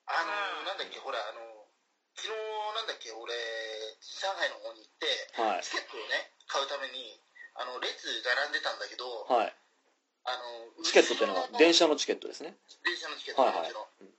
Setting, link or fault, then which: link, phone line